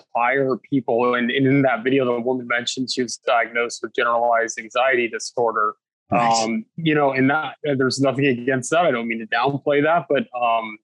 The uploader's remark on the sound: sits down over Zoom